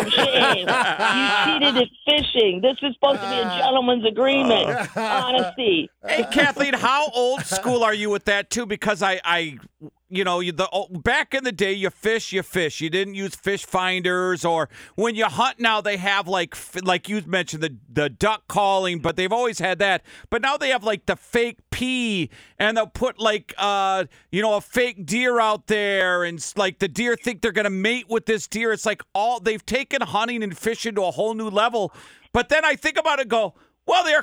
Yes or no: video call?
no